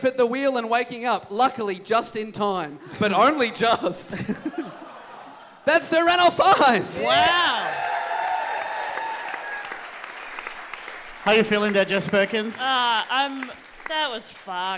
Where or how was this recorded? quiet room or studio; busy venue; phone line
busy venue